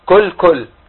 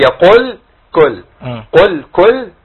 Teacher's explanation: لازم افصل بين القاف المضمومه والكاف المضمومه · Shown in: second take